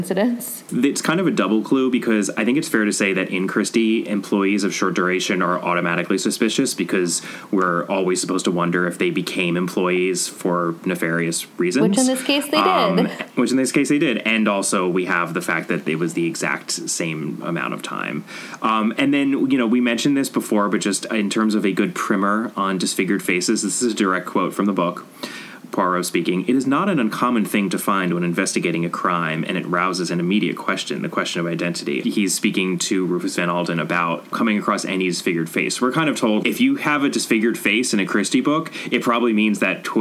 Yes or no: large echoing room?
no